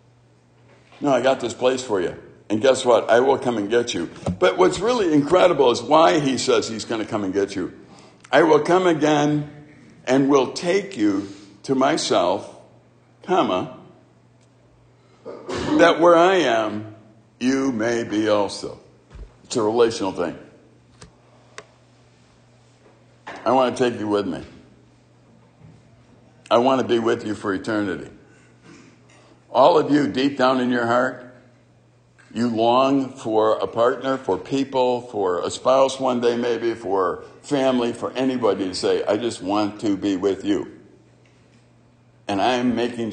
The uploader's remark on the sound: A message delivered to the summer staff and volunteers at Silver Birch Ranch during the summer of 2021